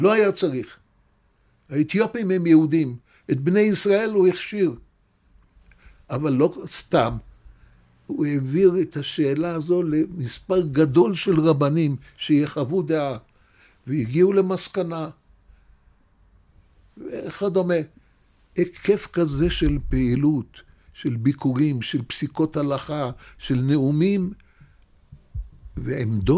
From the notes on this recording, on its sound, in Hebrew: המקום בו הקלטנו את הפרק הוא בית המדרש שערי ציון ביד הרב נסים בית מדרש לרבני ערים.